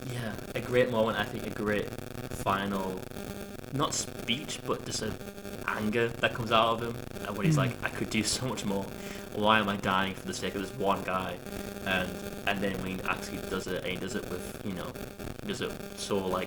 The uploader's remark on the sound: This week's episode is slightly marred by an unfortunate audio issue but we have decided to put it out anyway since we only realised after we'd recorded the whole thing.